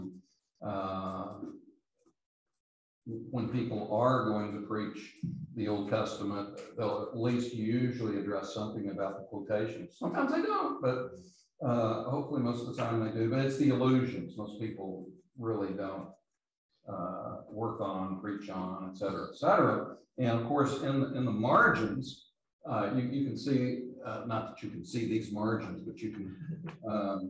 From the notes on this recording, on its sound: These podcasts are the recordings of the lectures.